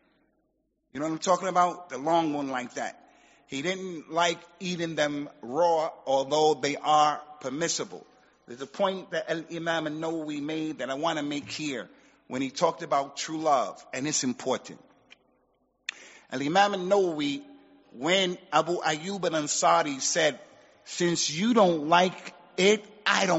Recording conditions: large echoing room